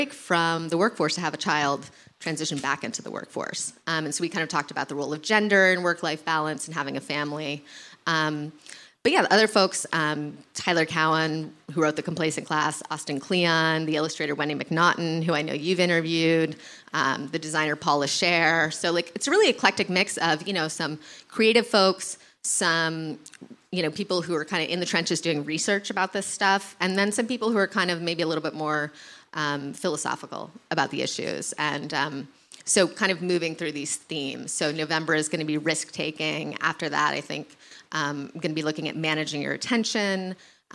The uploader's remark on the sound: Recorded live at Wythe Hotel. As part of The Great Discontent Live series.